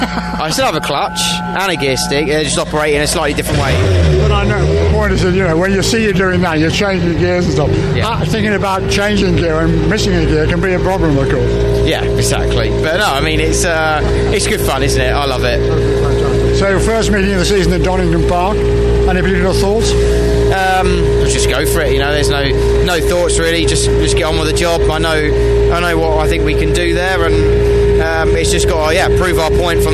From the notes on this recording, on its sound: at Thruxton Media Day